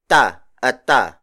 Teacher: Consonants in the Tagalog language are unaspirated, meaning we do not force out any additional air from our throat. We just let the sound flow naturally.